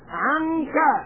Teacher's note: هنا يوجد نون ساكنة مع الكاف، يقال لهذا إخفاء.